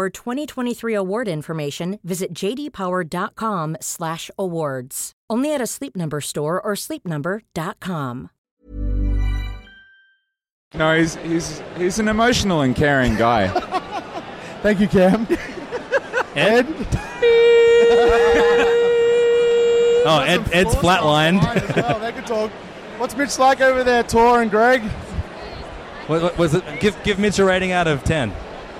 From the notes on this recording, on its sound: Live From Rootstock. Drank a few too many wines before hitting record but managed to stumble their way through a handful of interviews with some of the biggest stars of natural wine.